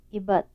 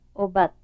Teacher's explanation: minimal set contrasting the high front vowel, the mid-back vowel, and the high-back vowel